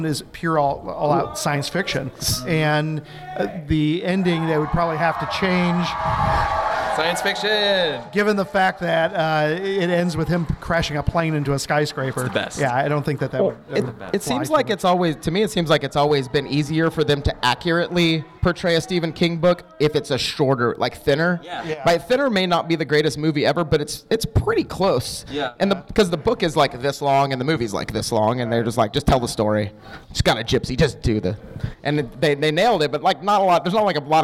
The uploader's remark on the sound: Stephen King Film and TV Adaptations Panel. Answer questions from the audience!